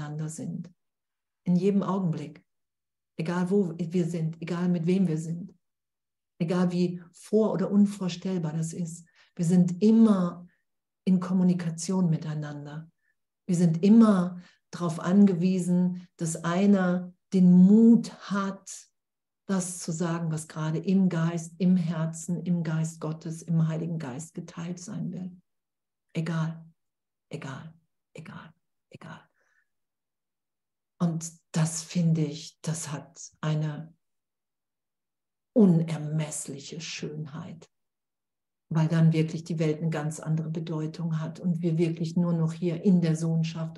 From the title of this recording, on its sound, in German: Zoom-Session bei Aleph